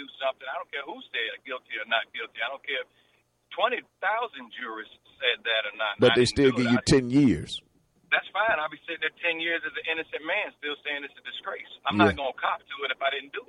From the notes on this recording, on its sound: with our special call in guest